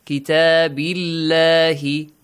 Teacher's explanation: The lam in the word Allah, it is pronounced lightly.